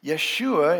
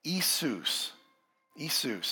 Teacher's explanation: You know, in Hebrew, his original name was Yehoshua, which was then shortened to Yeshua in the Aramaic. Well, Greek doesn't have an SH sound. So the New Testament authors just shortened it. They used the S sound instead. · Shown in: second take · They also added an S at the end of the name to make it masculine in Greek, giving us Jesus.